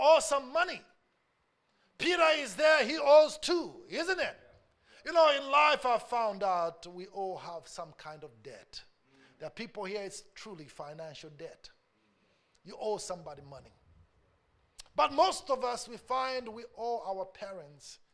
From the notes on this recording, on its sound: A message preached during our Tuesday service